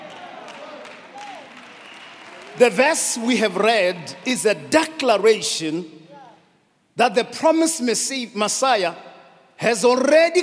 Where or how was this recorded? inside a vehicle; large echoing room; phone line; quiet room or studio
large echoing room